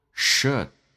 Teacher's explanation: 这是一个短元音，要比 oo 开口的空间嘴型更大一点点，气流往回收